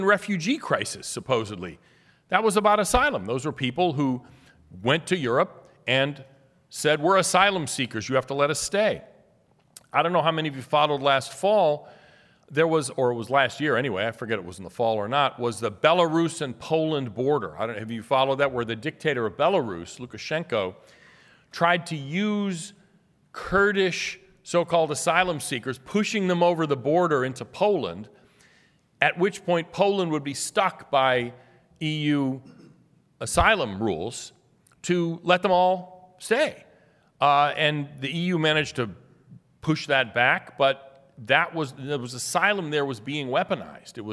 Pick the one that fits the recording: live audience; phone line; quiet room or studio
live audience